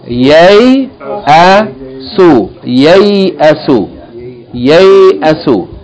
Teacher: the first syllable is ya being used as a consonant with fatha, followed by another ya with sukoon, meaning being used here as a diphthong. The first ya is a consonant, ya with fatha.